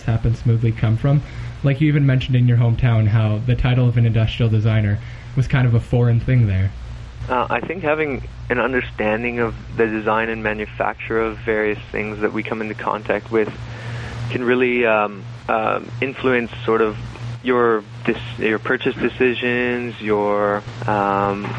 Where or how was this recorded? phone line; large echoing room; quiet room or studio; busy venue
phone line